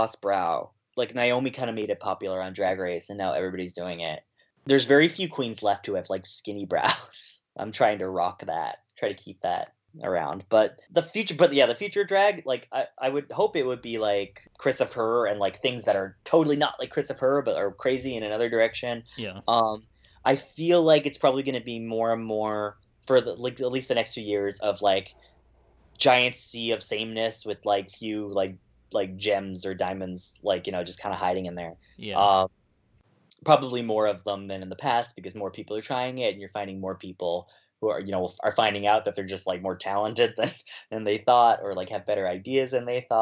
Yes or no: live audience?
no